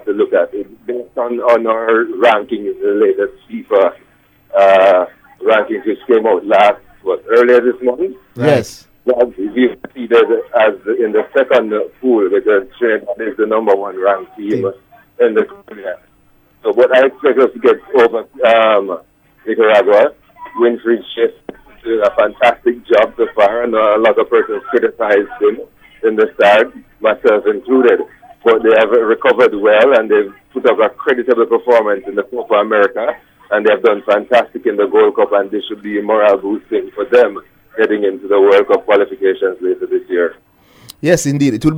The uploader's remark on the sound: joined on the phone